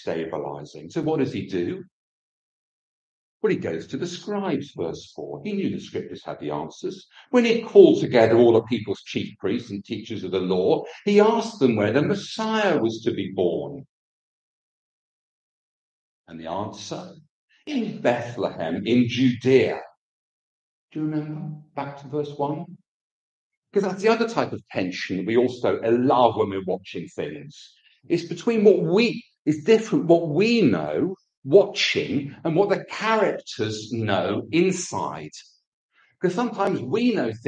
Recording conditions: large echoing room